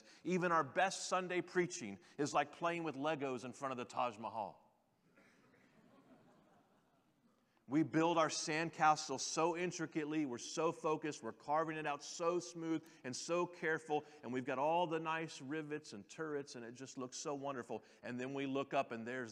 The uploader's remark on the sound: General Session V from the 2023 Shepherds 360 Conference.